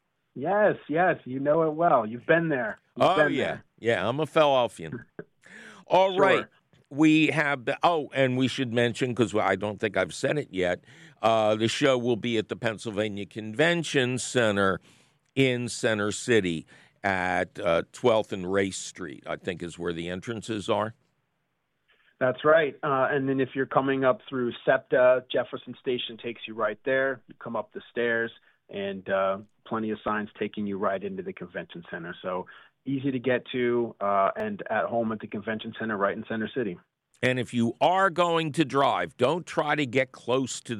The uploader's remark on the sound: your fabulous phone calls!